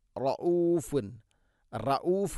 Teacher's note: ر റിനെ കനപ്പിക്കണം, എന്നാൽ റ എന്നായി പോകരുത്. റഊഫുൻ റഊഫുൻ ഹംസ റഊ ഹംസയുടെ ഉച്ചാരണം മഖ്റജ് തൊണ്ടയുടെ താഴെഭാഗം.